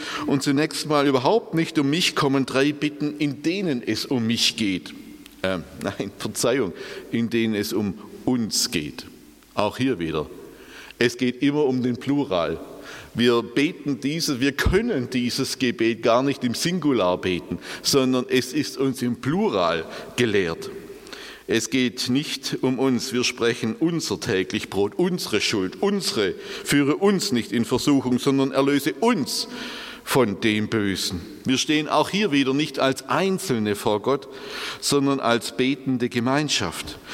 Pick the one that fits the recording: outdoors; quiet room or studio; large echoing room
large echoing room